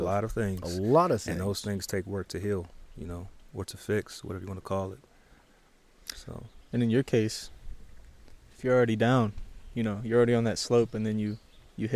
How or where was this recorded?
outdoors